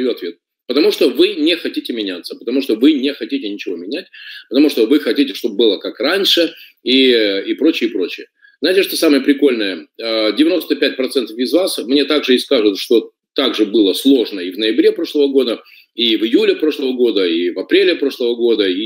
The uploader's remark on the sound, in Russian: Запись вебинара